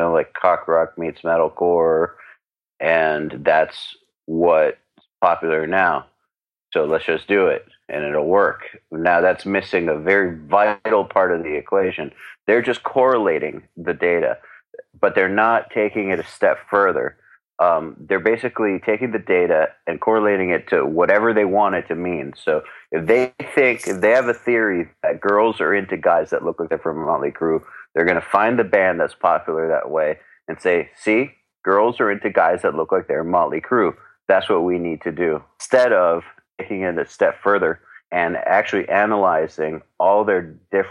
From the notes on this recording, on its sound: One afternoon I hopped on the phone with an old friend